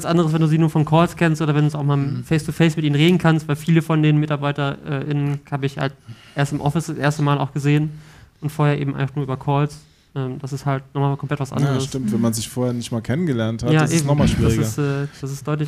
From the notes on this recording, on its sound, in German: Aufgezeichnet haben wir die Folge als Livestream auf dem Indie Game Fest in Köln. Mit dabei sind ein Besucher, einer der Veranstalter und eine Entwicklerin.